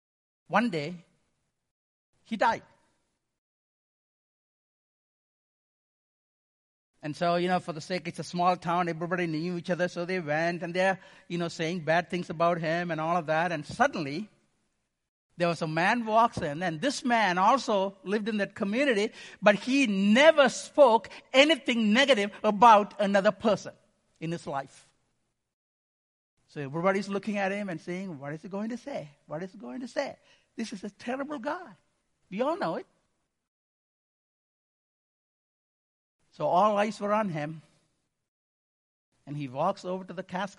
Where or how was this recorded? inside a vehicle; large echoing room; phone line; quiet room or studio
large echoing room